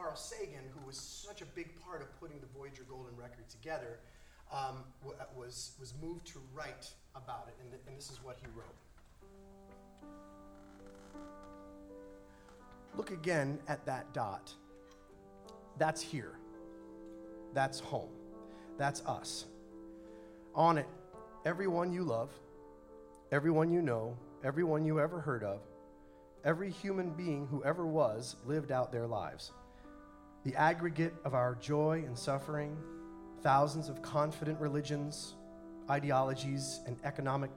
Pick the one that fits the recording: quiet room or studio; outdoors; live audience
live audience